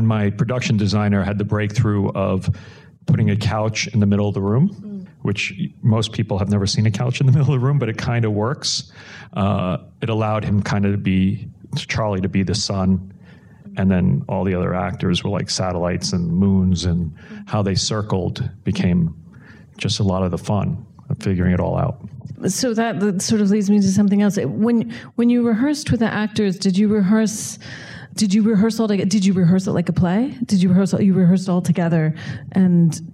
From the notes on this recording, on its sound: in a Q&A at the DGA theater in New York